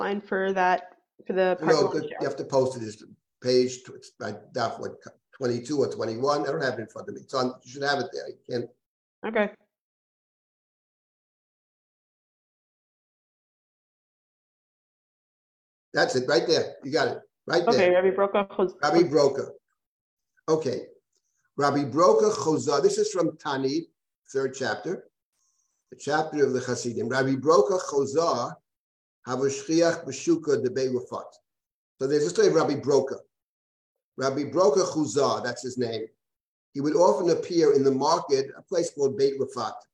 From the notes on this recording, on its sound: This audio was originally captured from Zoom